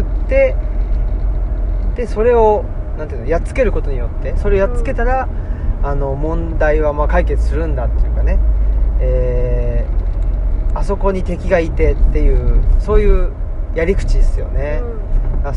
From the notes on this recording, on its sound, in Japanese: 最近のお気に入り、奥伊勢でのドライブ中に収録。